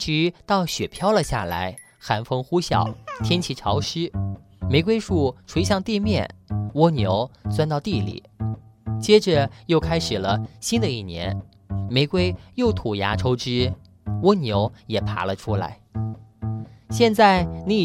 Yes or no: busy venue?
no